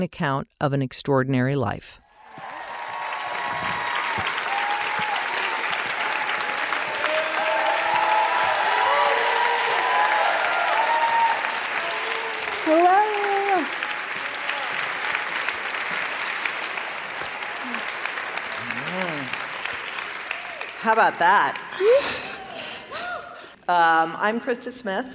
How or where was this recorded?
live audience